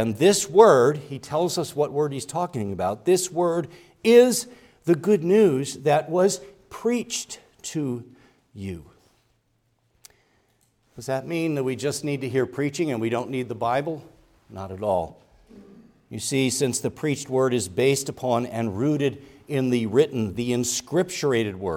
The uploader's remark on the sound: Preached at Grace Orthodox Presbyterian Church in Sewickley, PA, during the evening Worship Service on Sunday, January 14, 2024.